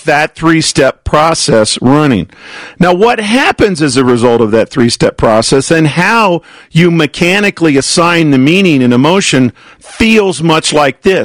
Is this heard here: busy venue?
no